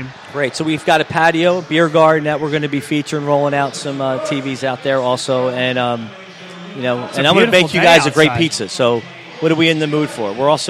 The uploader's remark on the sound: live at our home away from home, Villa Capri